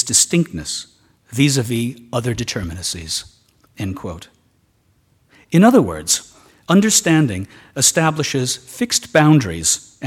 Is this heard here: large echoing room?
yes